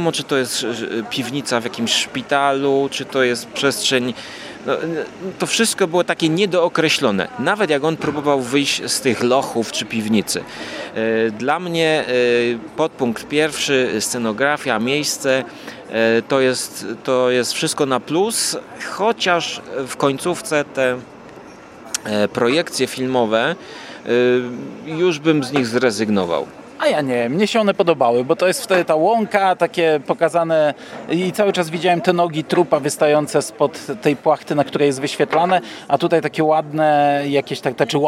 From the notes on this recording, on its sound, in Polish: W wyjątkowym nagraniu, na żywo, na gorąco, prosto z ogródka, gdzieś pomiędzy krakowskim rynkiem a Wawelem.